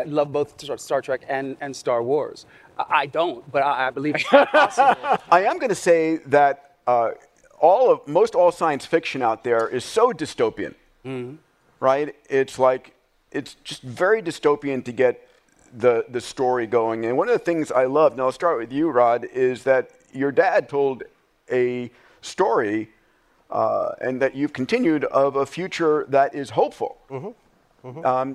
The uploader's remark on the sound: A special recording at Visioneering. Live from Paramount Studios.